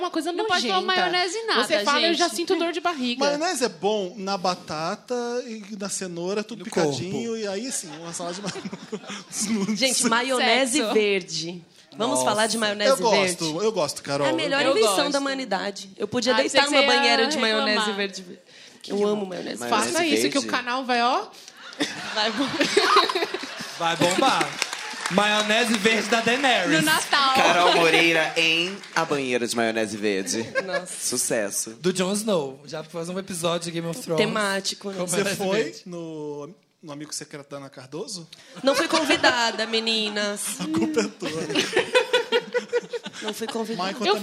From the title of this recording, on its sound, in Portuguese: Especial de Natal ao Vivo